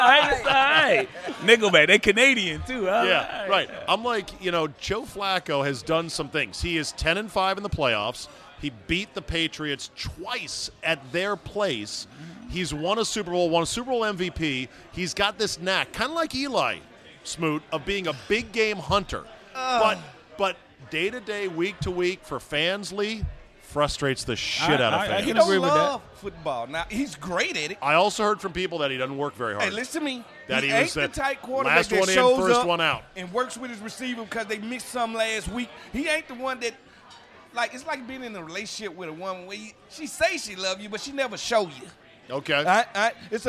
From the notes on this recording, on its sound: RECORDED LIVE at DC PRIME STEAKS in Ashburn VA.